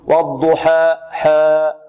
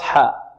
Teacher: الألف تمد بمقدار حركتين، فنحذر بارك الله فيكم من أن نشرب الألف الياء، من أن نميل الألف · Shown in: second take · Term: الفتح الخالص